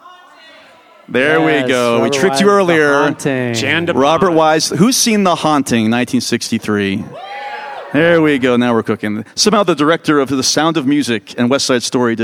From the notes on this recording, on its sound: Live at the Music Box. This episode was recorded live.